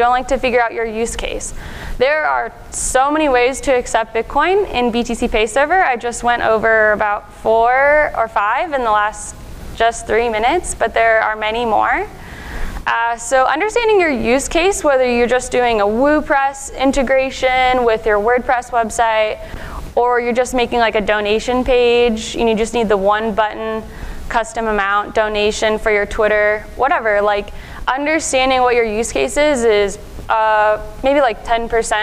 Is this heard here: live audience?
yes